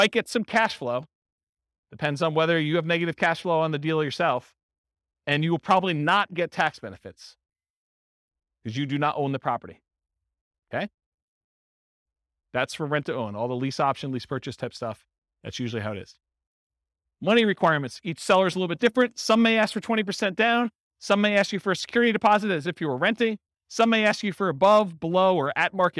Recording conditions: live audience